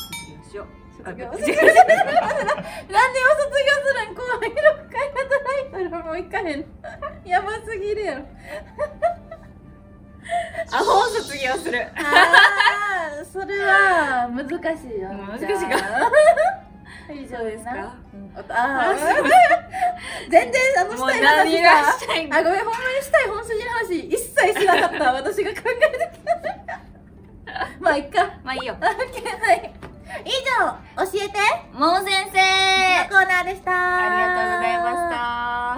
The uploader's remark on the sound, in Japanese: 公開収録